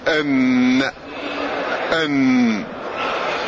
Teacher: حينما يصطدم رأس اللسان بلثة الثنيين العليين هذا مخرج النون